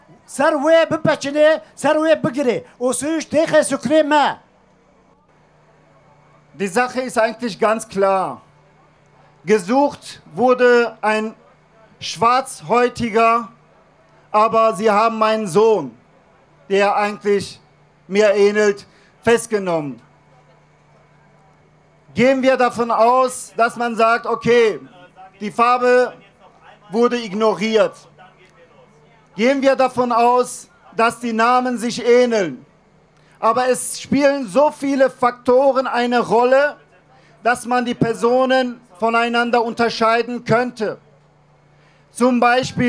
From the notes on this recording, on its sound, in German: Mit vielfältigem und lautstarkem Protest wollten von den Rheinwiesen durch die Innenstadt bis vor den Landtag Nordrhein-Westfalens ziehen. Radio Nordpol hat live von der Demo berichtet.